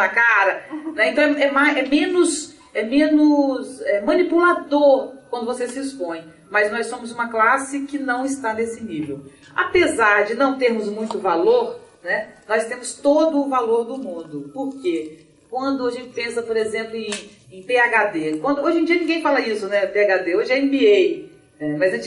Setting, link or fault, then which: setting, live audience